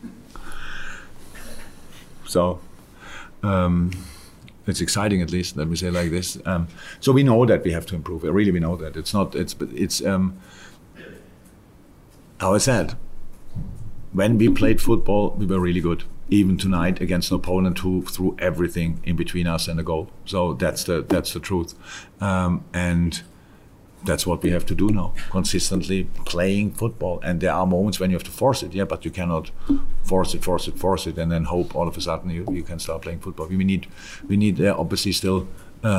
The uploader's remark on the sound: Post-Match Press Conference. At Anfield!